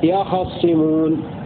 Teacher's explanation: بفتح الخاء فتحة خالصة وتجديد الصاد